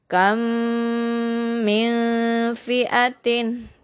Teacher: idgomnya ini mengandung gunah · Term: idgom mimi